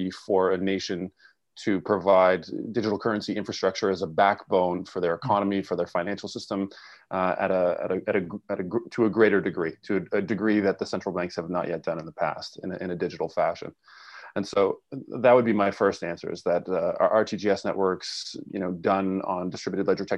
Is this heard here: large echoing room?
no